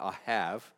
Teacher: And so the most common way of pronouncing this would be Ahav. The B on the end has almost more of a V sound